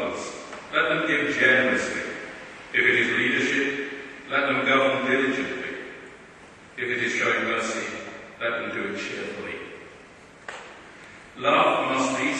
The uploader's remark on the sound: A recording of the Affirming Liberalism Conference Service in the Oxford University Church of St Mary the Virgin